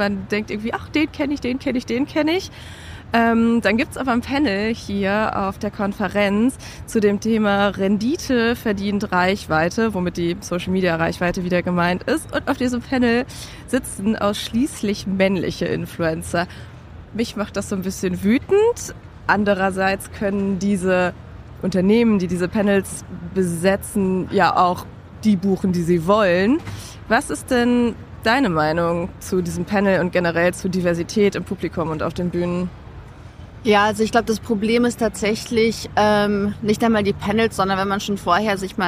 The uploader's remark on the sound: Mit all ihrem Podcast-Equipment auf dem OMR-Festival und der Finance Forward-Konferenz in Hamburg. Mehr als 70.000 Menschen sind hier unterwegs.